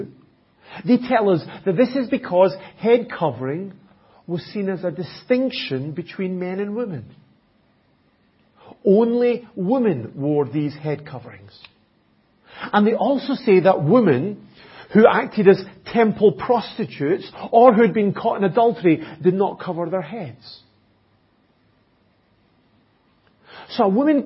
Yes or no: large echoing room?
yes